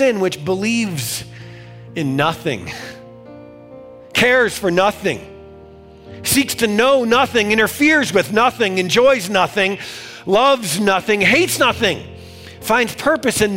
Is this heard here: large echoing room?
yes